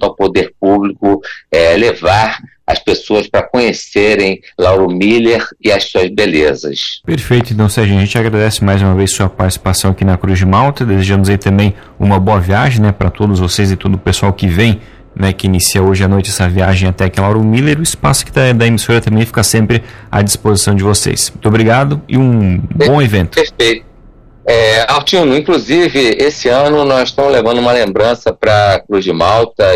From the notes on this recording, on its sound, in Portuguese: Em entrevista por telefone ao Cruz de Malta Notícias 2ª edição.